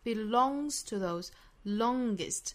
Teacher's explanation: believe in it the longest.Okay, 我们再来看美音。Victory belongs to those,这个 belong,注意元音跟最后那个 longest,都是口型更开更松。相较英音的这个 O 这个元音呢，美音的话下巴再往下落一些，整个口腔呢是更松弛的状态。